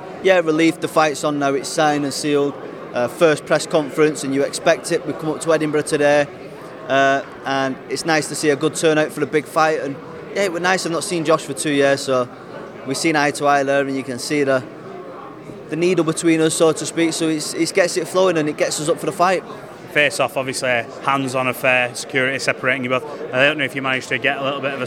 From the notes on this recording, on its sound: at his press conference